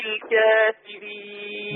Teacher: بص بقى، الكافرين في ورش كلها في القرآن، الكافرين اللي بالياء والنون مقللة قولا واحدة